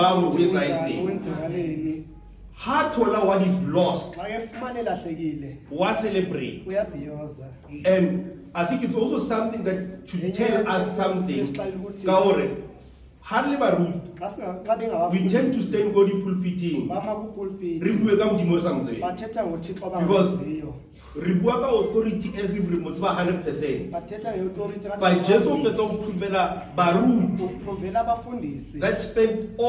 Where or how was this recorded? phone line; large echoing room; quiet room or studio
large echoing room